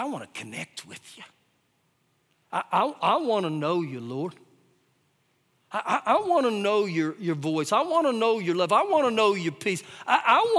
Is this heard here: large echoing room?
yes